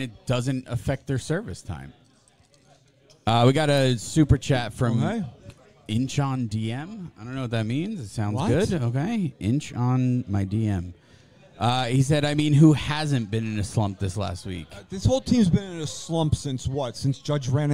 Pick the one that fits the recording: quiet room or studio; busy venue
busy venue